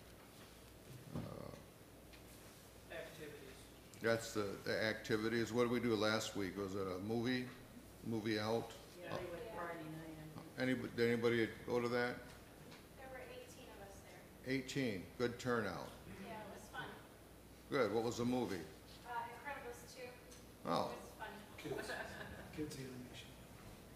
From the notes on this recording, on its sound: Services recorded at Thornville Baptist Church.